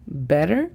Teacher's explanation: tengo la opción de decir better, como lo acabo de decir, como si fuera una D. O también vas a escuchar que algunas personas digan better, better, y significa lo mismo.